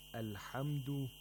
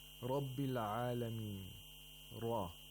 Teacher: We pronounce the ra with a full mouth and with thickness. · Term: tafkhim